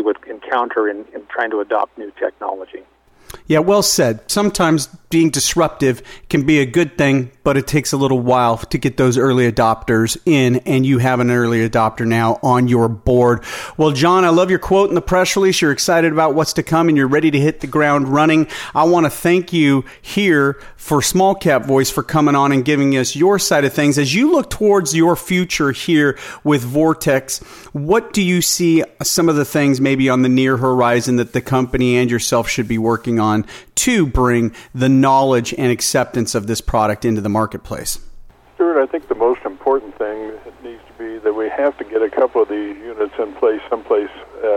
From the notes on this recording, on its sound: called in to SmallCapVoice.